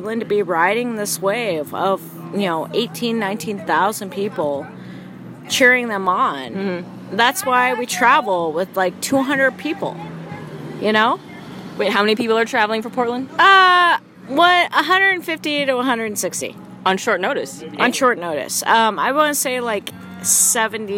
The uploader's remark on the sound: from outside Big Daddy's Roadhouse karaoke bar.